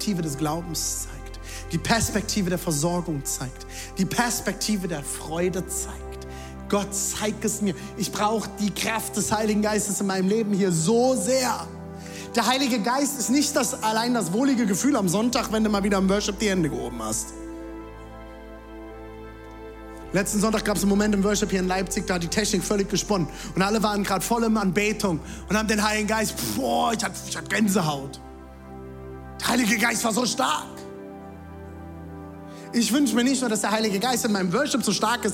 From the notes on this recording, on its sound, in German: Audiomitschnitt der Predigt